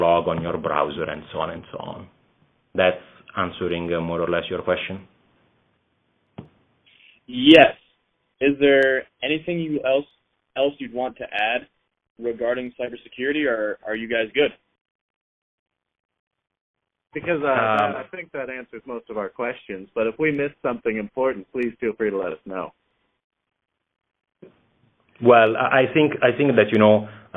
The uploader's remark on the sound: via teleconference